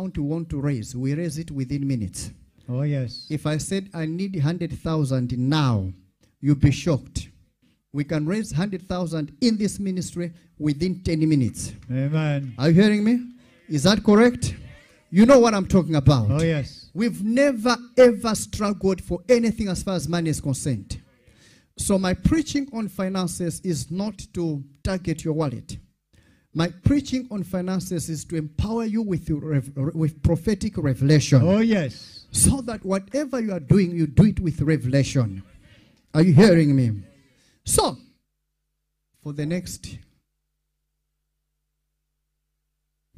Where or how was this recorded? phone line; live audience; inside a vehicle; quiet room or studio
live audience